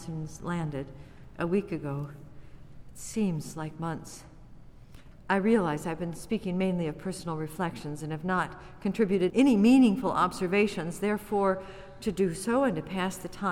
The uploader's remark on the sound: Recorded before a live audience